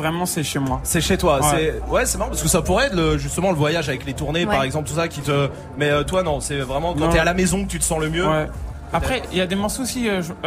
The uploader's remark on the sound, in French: Snap'n'Mix était en direct du Printemps de Bourges.